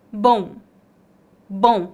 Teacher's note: A letra O fica nasal e temos um leve ditongo.